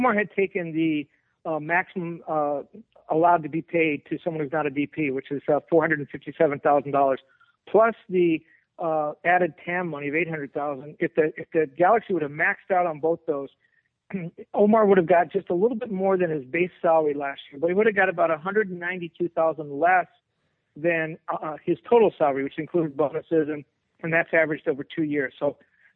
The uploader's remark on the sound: your hosts walk you through the tweets and phone calls